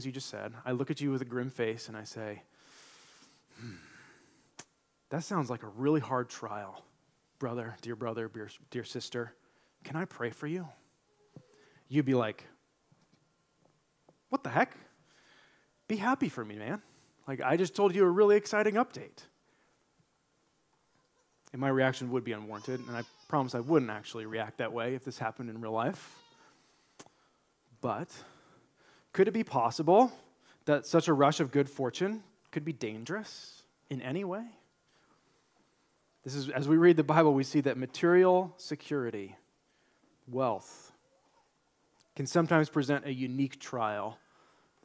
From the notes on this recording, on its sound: Delivered this sermon during our March 26, 2023, Sunday worship service.